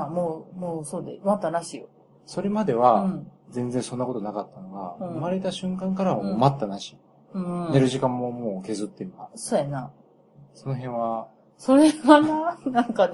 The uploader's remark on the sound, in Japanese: 何かとお聞き苦しいところもあるかと思いますが。